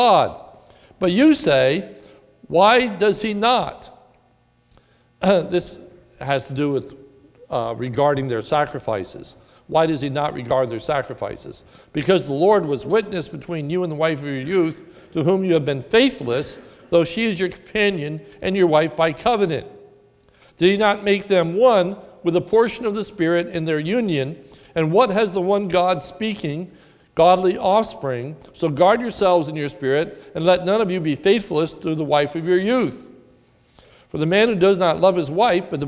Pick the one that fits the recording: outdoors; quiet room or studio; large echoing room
large echoing room